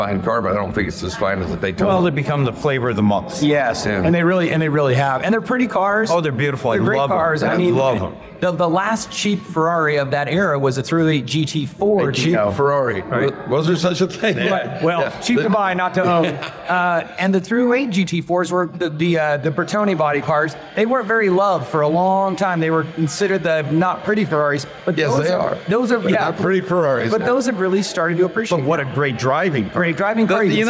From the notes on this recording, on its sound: Live from the Chattanooga Motorcar festival